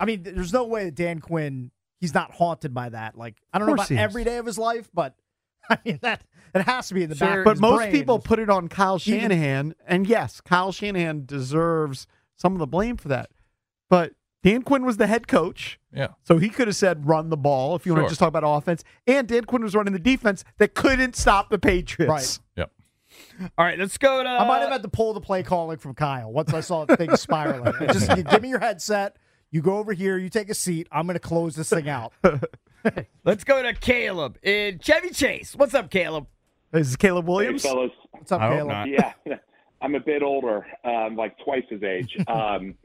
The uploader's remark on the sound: take callers